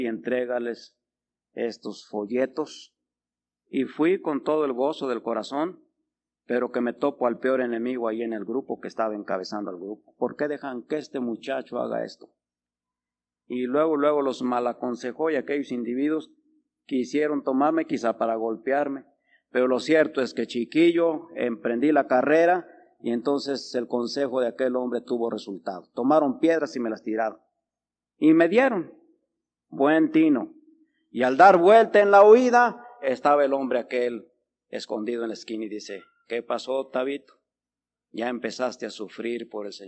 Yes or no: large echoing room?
yes